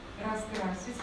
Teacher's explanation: первая предударная, первая слабая позиция, произносится звук типа «А». Что дальше произносится так, как оно есть.